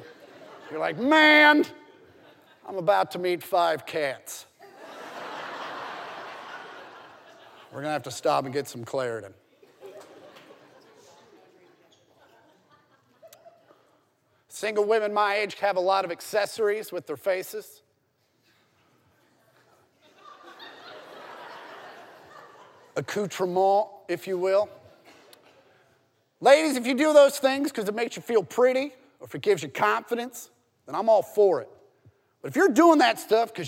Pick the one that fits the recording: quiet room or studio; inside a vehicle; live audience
live audience